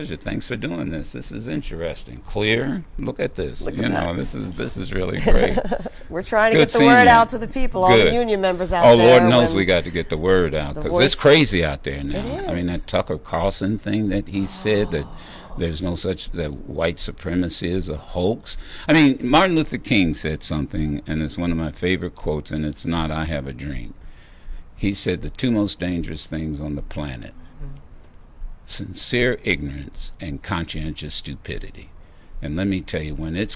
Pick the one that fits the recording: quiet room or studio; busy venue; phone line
busy venue